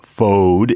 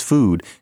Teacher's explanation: what was pronounced O changed to ooh. And therefore, what is spelled fode is now pronounced food and so on.